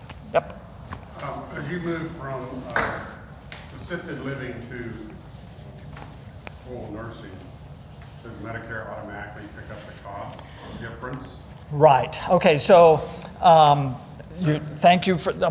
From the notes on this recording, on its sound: Today's podcast is a session recorded from our Alzheimer's and Dementia seminar held here at McGregor Baptist Church on February 19th, 2022.